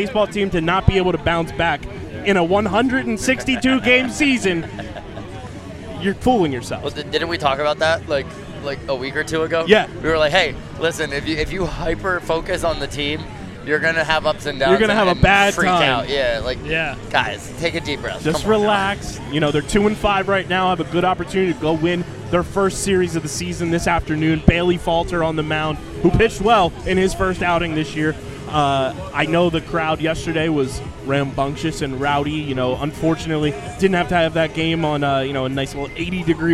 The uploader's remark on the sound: LIVE from the Jetro Lot before Phillies Opening Night for our first LIVE podcast of 2023!